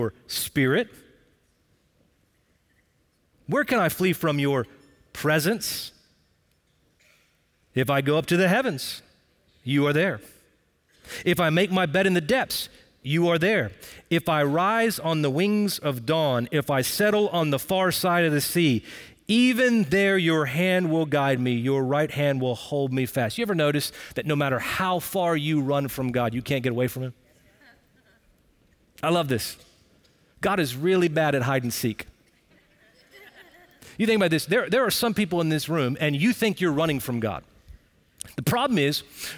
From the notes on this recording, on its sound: Recorded Live at Brookwood Church on 10.15.23.